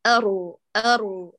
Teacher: بعد أن تلمسين البقعة تقلبين لسانك للخلف أرو هذا الصوت خاطئ، هي بتبقي على بقعة الحرف مع نشوء فجوة في الوسط